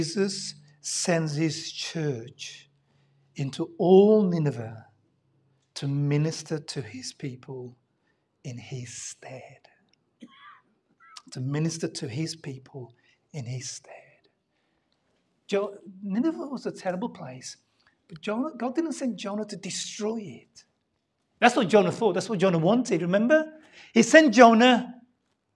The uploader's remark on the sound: Sunday Service Live Stream